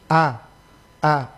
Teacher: Cara menyebutnya alif itu harus tipis karena tidak ada istifal isti'la pada huruf alif, yang ada istifal, dia datar, lidah itu datar, posisi lidah datar. Ah, kalau dapat baca Allah berarti lidah itu isti'la, sementara yang pakai lidah isti'la itu cuma huruf-huruf tebal, sementara huruf alif itu tidak ada huruf alif tebal.